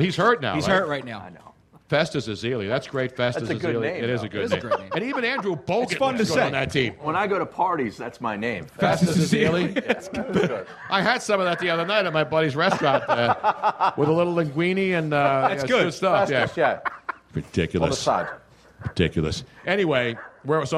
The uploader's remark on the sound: The whole gang was back in action at Comedy Sports Philly for our big Pre-Valentines day extravaganza. Our audience in the Theatre.